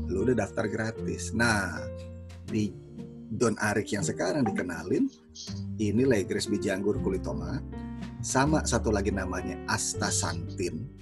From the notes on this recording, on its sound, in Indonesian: REKAMAN SUARA ZOOM Meeting